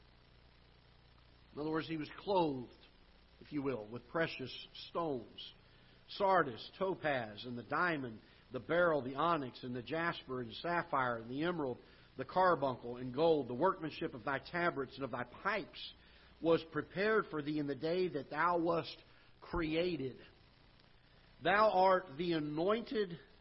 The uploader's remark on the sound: Ketha Heights Baptist Church ~ Live Broadcast.